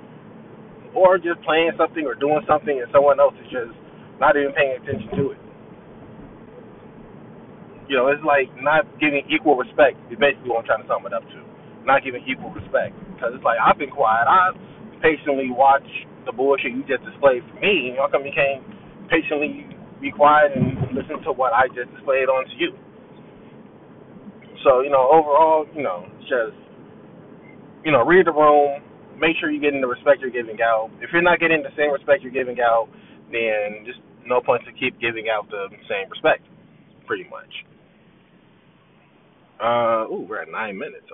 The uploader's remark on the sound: which was made in my car